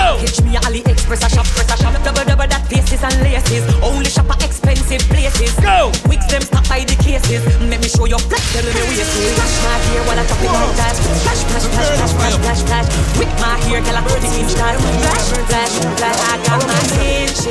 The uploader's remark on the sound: Live audio recording of my set at Island Saturdays on Nov 26th.